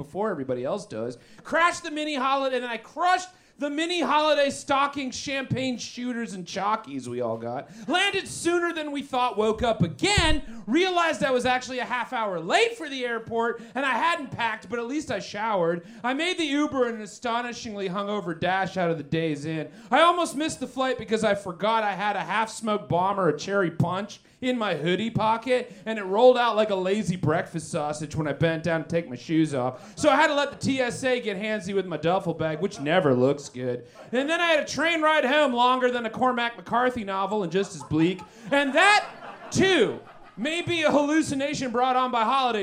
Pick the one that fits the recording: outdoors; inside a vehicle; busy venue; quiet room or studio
busy venue